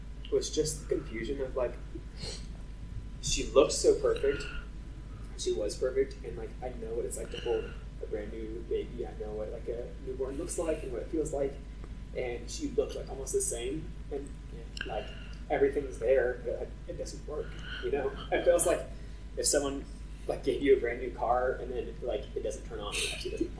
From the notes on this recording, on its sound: I wanted to apologize for the poor audio on this one. To keep it authentic we decided to remedy the audio as best we can instead of rerecording.